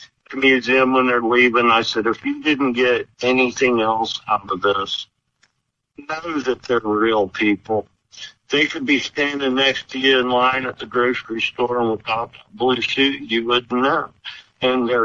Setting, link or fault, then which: link, phone line